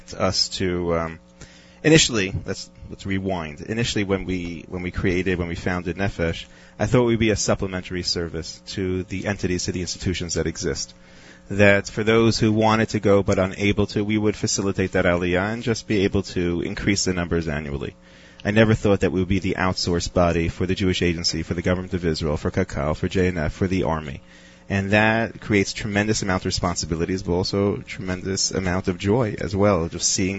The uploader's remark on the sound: Live from JFK International Airport